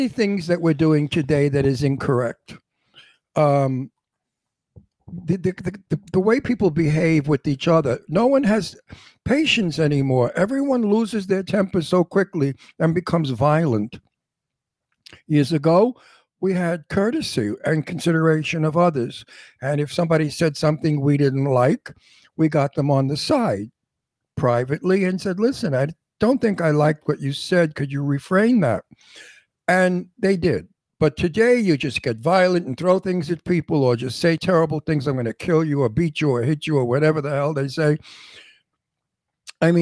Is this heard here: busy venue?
no